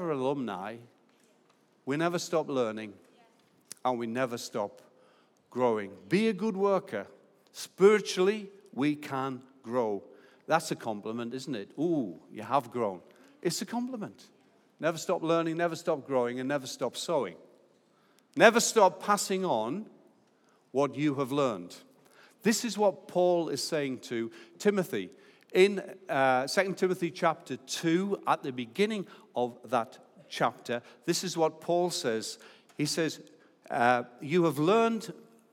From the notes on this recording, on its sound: Recorded live at Life Church